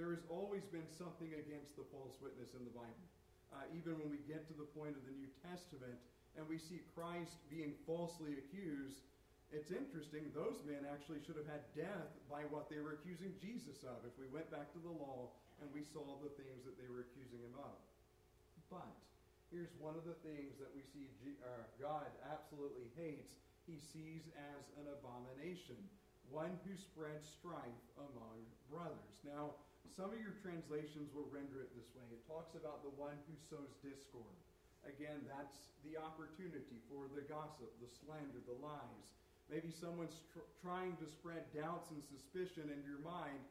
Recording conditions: uneven or low level